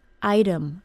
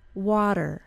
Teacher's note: The technical name for this sound is an alveolar tap, and we actually do have this sound in American English, except that in American English it has nothing to do with an R sound. We use the alveolar tap like a quick voiced T sound, as in the word item and the middle of the word water.